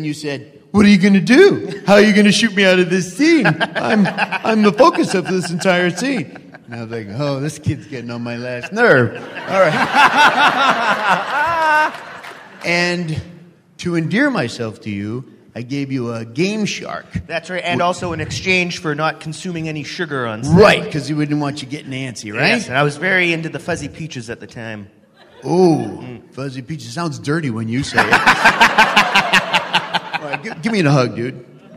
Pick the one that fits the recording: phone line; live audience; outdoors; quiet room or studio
live audience